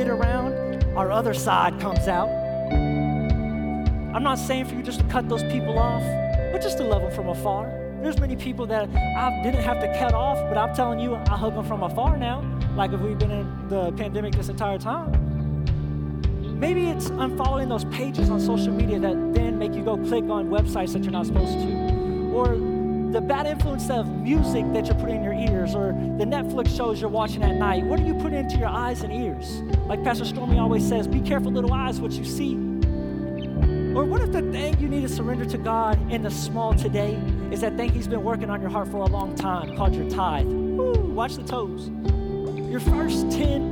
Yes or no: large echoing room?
yes